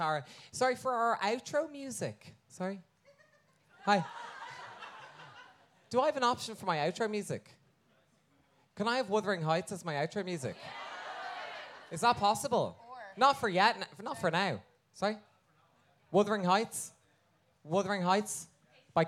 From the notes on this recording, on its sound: Recorded in front of a live audience at All Together Now 2022.